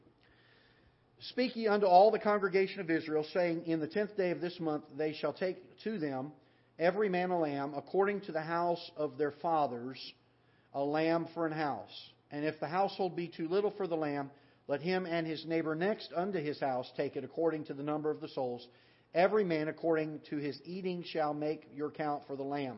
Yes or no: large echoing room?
yes